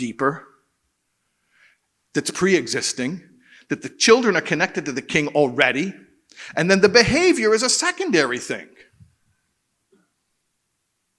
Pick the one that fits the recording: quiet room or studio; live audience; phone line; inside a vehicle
live audience